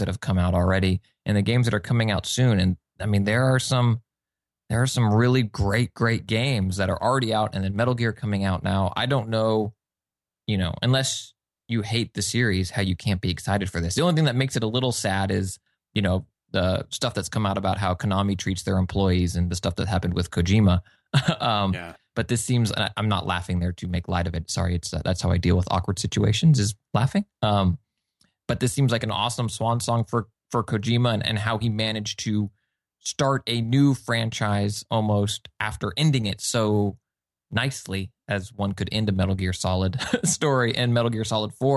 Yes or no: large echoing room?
no